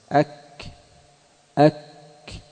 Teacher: وكذلك مثله الكاف أك، بعدما تحبس الصوت، بعدما تحبس الصوت تأتي مرحلة الهمس